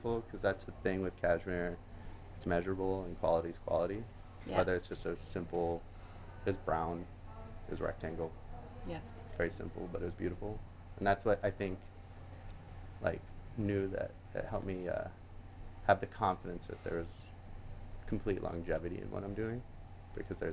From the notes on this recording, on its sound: Recorded at 5 Carlos Place at Frieze Los Angeles